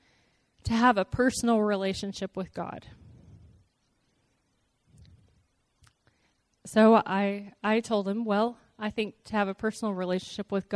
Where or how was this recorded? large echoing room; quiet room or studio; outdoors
large echoing room